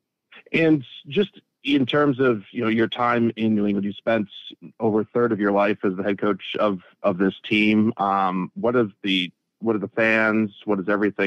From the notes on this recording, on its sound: addresses the media during his conference call on Monday, January 1, 2024.